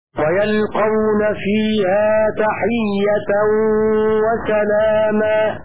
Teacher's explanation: فقرأ شعبة ويلقون فيها تحية وسلاما هكذا فتح الياء وسكون اللام وتخفيف القاف من اللقيا